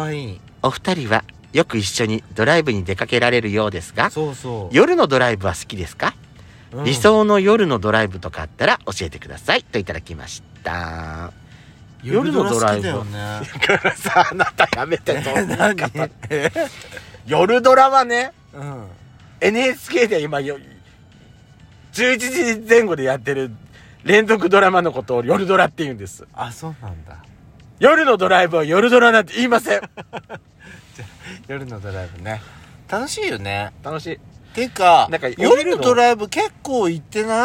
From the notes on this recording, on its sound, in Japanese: パーキング収録。